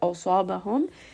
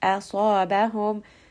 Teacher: Try not to make the hamza heavy · Shown in: second take · and say asabahum.